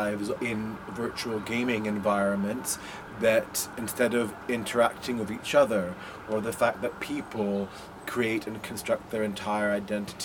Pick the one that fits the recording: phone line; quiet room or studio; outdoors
outdoors